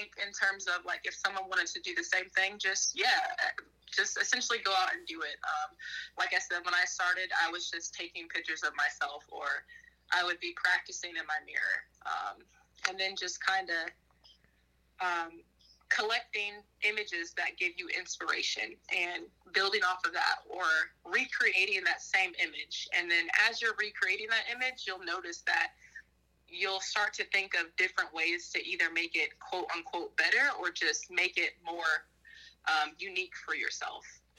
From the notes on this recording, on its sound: burnt the phone lines to have a conversation